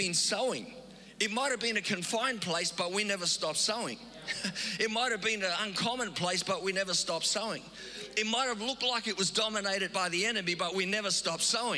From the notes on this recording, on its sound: Recorded live on Sunday the 22nd May 2022